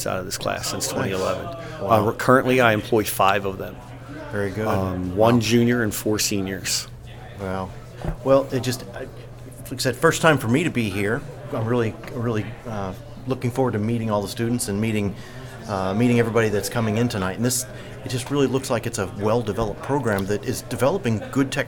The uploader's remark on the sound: The members of the Bucks Chapter of the Pennsylvania Society of Land Surveyors (PSLS) recently hosted the Senior Scholarship Dinner for the students within the Bucks County Technical High School surveying program. Recorded conversations with the students, company sponsors.